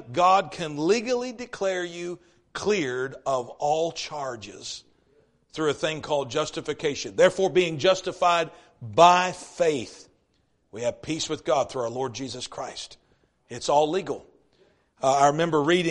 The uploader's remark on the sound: East River Baptist Church Revival Service